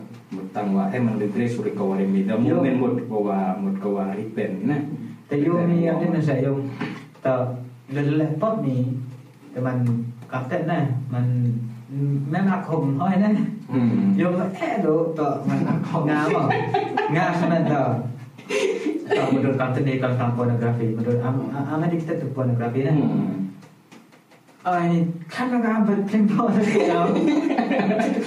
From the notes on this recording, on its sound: First Off Sorry for the Quality of the Sound. He deleted the Audio by mistake. We have to take the Audio From the Camera.